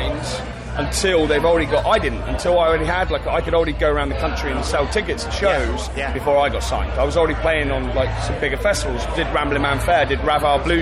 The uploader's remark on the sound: TURS at Download Festival 2022